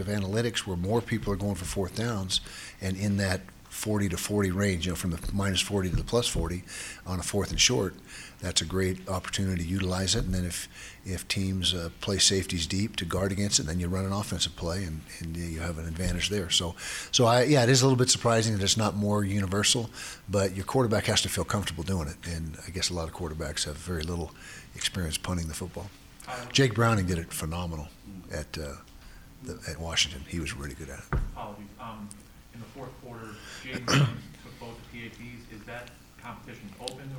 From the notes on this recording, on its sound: Press conference.